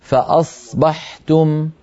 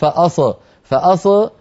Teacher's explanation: لا تجعل الصاد تهتز · Shown in: first take